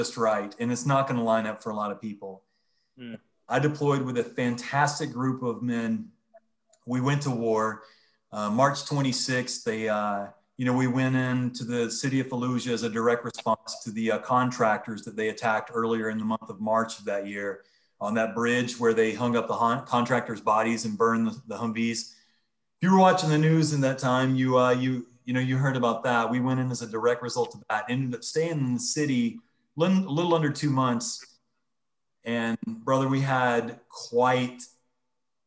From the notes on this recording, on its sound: Recorded on Zoom.